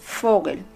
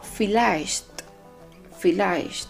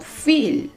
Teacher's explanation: aunque se escriben con V, con V, la pronunciación que nosotros le damos es como la de una letra F.